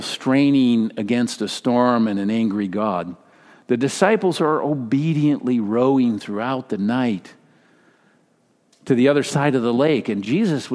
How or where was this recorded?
large echoing room